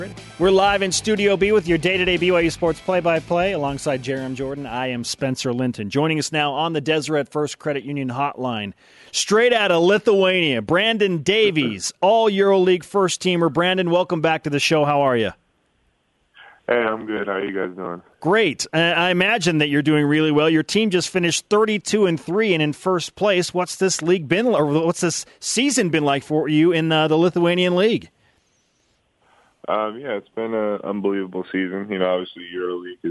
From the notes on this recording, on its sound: They are also joined over the phone.